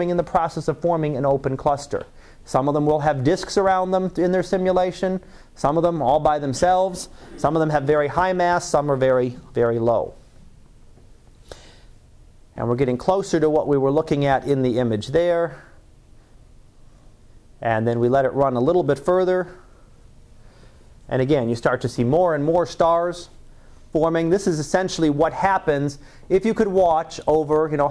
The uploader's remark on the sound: Live Class Lecture